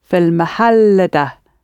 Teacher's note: mahal actually ends on two l sounds. So the emphasis is fil mahallada.